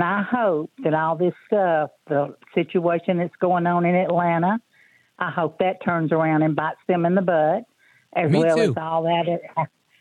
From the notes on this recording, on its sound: we take your calls in open phones across America.